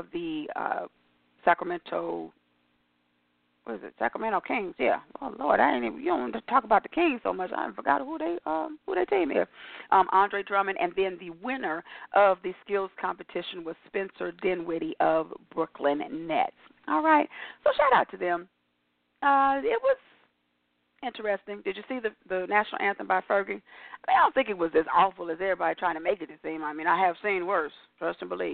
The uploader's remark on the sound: your phone calls